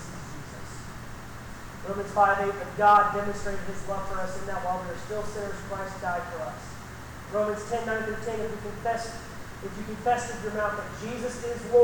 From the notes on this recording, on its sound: This message was preached at Baymeadows Baptist Church on Palm Sunday 2019. The recording is not the best quality, and I tried to enhance it, but it just couldn't be fixed.